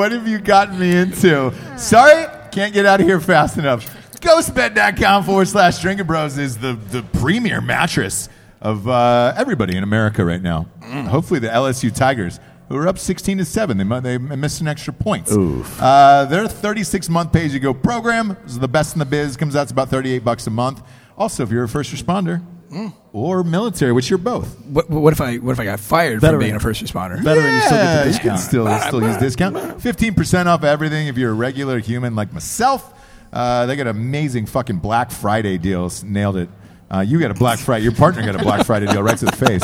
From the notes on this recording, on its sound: live from Raleigh, NC outside of the Clemson/NC State game